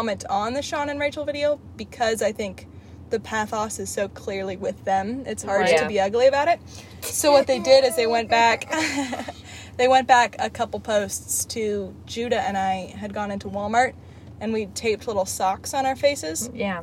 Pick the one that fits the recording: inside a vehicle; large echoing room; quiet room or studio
inside a vehicle